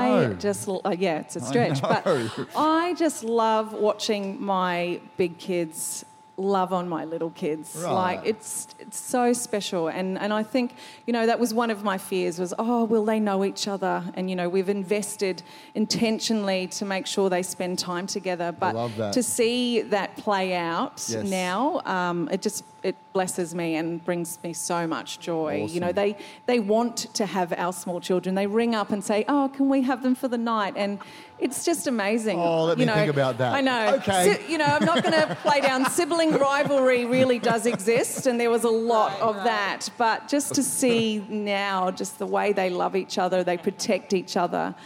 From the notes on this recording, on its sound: Recorded during our 9am service on Sunday, the 14th of May 2023